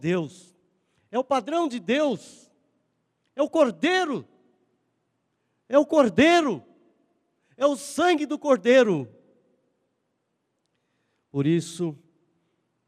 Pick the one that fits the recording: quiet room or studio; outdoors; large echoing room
large echoing room